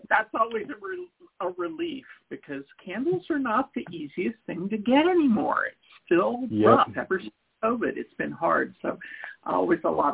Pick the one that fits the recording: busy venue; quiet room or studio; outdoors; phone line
phone line